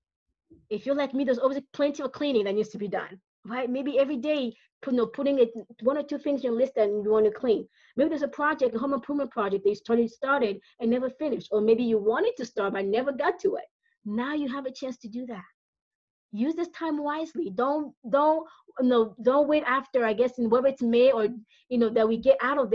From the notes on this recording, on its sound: This is the audio recording of a webinar I held on 3/25/2020.